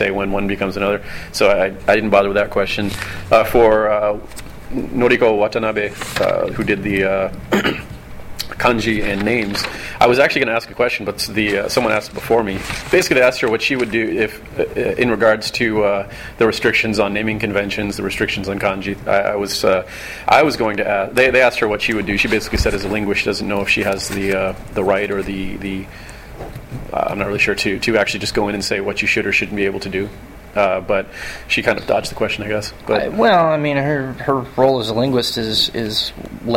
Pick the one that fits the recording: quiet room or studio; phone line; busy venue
busy venue